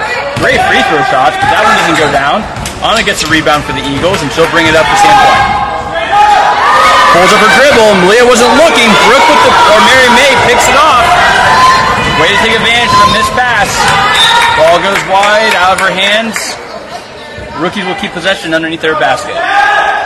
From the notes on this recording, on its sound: Today’s game brought to you live from Sand Point.